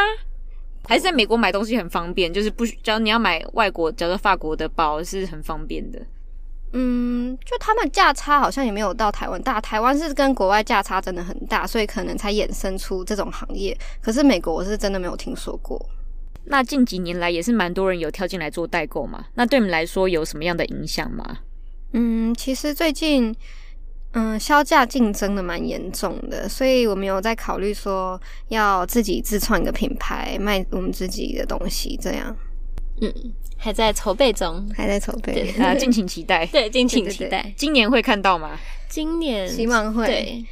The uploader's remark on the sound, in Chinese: 第一次嘗試在車上用一隻USB麥克風錄音(Carcast)